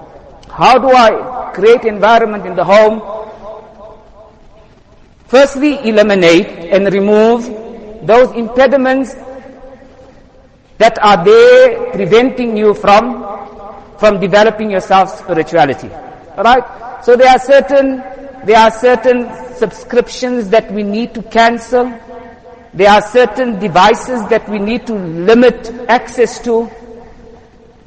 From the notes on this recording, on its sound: Jumuah lecture